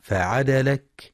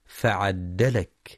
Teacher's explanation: ينتبه القارئ برواية حفص لتخفيف الدال وعدم تشديدها · Shown in: first take